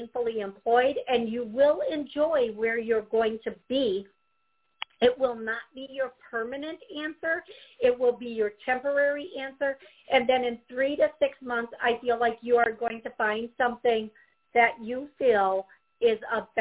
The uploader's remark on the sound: I will be taking callers and answering their questions live!